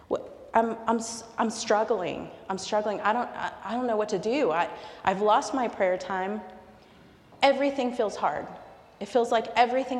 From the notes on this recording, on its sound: recorded live at the 10:00am service on Sunday, February 11, 2024.